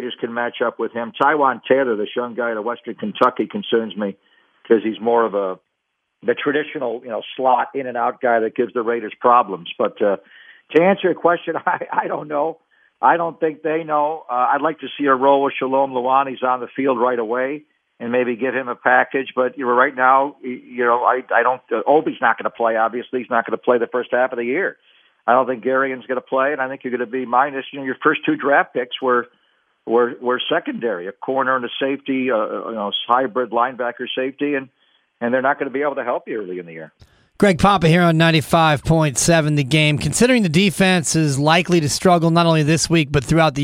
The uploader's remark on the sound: Raider Nation “Boneline” Call-in Segment.